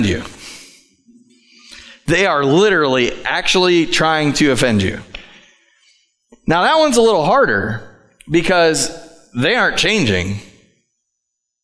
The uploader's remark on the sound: Live from The Summit Church in Dover, OH